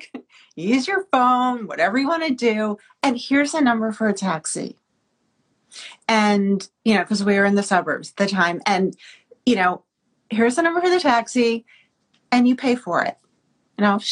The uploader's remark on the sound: Via IG Live— and we’re now releasing the event’s audio as a special episode!